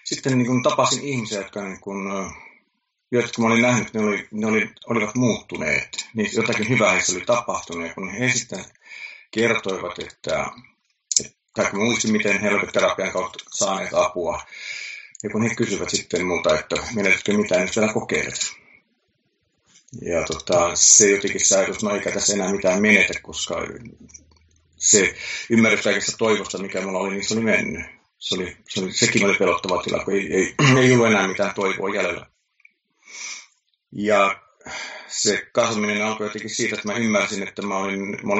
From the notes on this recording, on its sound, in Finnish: Nauhoitin podcastin ensikertaa Skypen välityksellä, ja ääni ei ole ihan niin selkeä kuin toivoin.